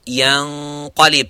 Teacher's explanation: You'd say yanqalib. And be careful not to make the ya mufakham, but you make the ghunna mufakham. You make the ghunna have that heavy full mouth.